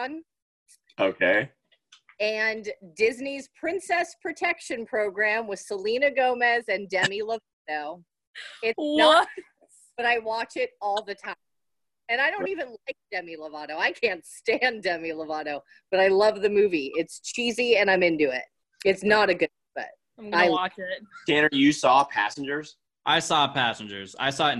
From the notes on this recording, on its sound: we are back in action via ZOOM.